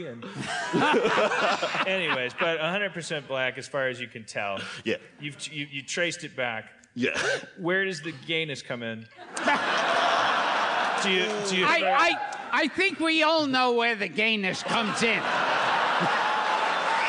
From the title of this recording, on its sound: LIVE from 92y in NYC